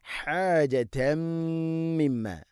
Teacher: തൻവീനിനെ മീമിലേക്ക് കൂട്ടിലേപ്പിക്കണം, ഇദ്ഹാം ചെയ്ത് ഉച്ചരിക്കണം, മണിച്ചുകൊണ്ട് ഓതണം അവിടെ. ഹാജതമ്മ ശേഷം മീമിന് ശബ്ദമുണ്ട്, മണിക്കണം.